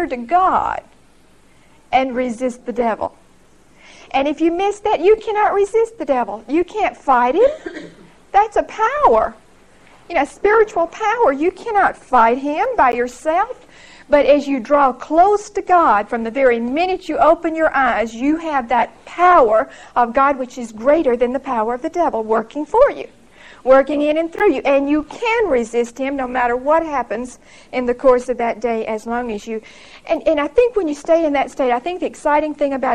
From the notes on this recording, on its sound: Recorded 10/7/1975 at Whitesburg Baptist Church.